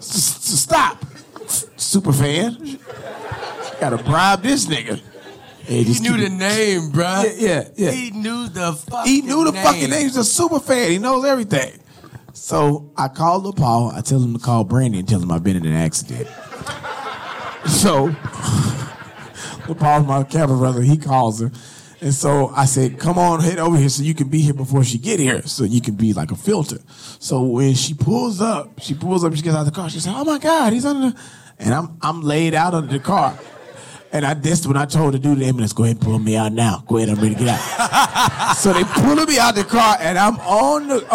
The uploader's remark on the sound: (LIVE). The fellas answered questions live from the audience.